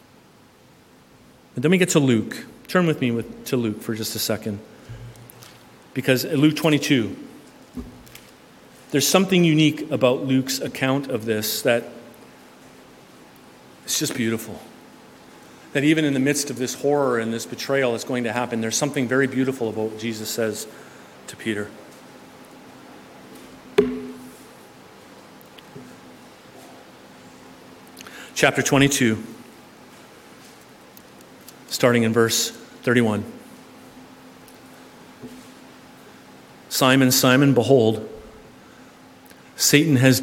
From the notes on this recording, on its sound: This sermon was preached at New West Community Church, British Columbia.